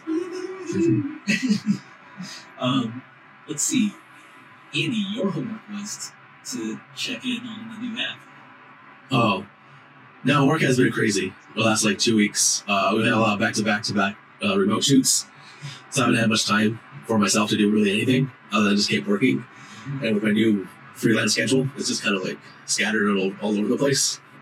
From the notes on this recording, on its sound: Audio is not up to snuff due to technical issues